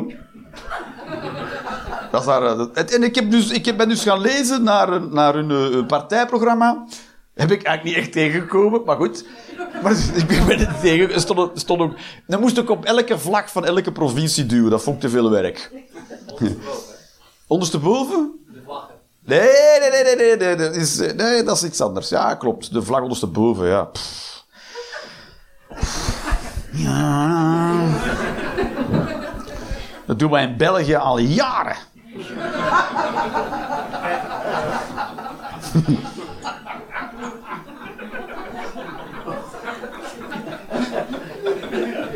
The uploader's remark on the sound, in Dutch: Live 22 Maart 2023, bij ComedyhuisClub, Utrecht